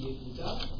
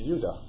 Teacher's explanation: So it's just an elision of the hay. The hay is weak. It's a rough breathing. · Shown in: second take